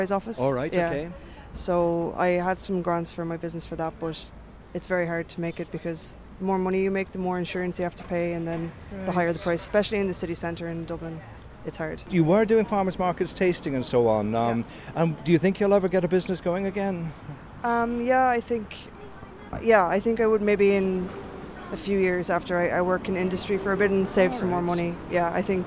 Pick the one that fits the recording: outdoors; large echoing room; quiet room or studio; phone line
outdoors